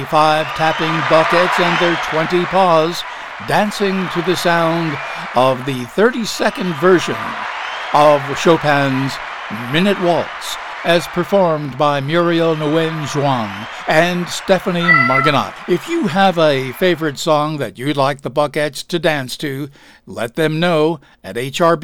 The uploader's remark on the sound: Live from the Stranded Theater in New York City.